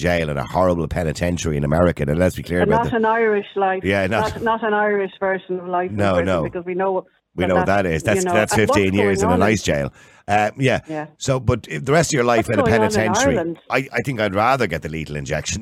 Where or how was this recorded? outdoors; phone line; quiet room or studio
phone line